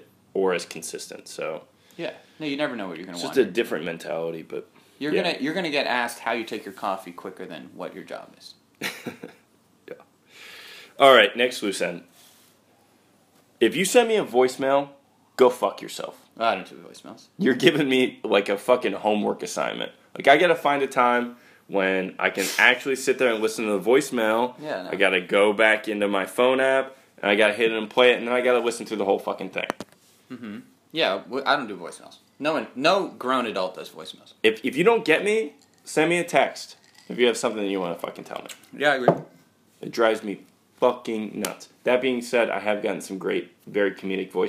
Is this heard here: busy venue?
no